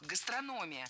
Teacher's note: Много раз мы услышали вариант «гастрономия», но это неправильно. Ударение в этом слове падает на третий слог